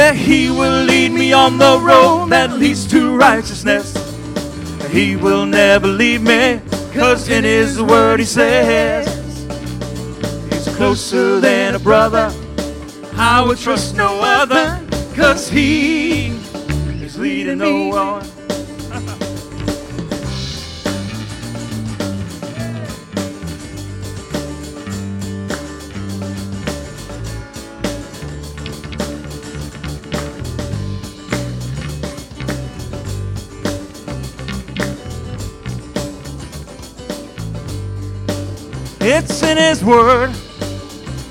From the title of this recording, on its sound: Live Concert